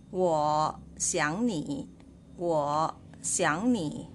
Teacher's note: the word 我 and 想 should be read as second tone. In here, you can read 我想你我 is second tone, 想 second tone, and 你 the last word is uh, third tone as usual.